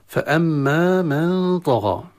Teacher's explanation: فأما الهمزة مشد، الميم مشددة حكمها الغنة، وبعدها ألف طبيعي. من طغى إخفاء النون الساكنة عند الطاء، والغين مع الألف تفخم.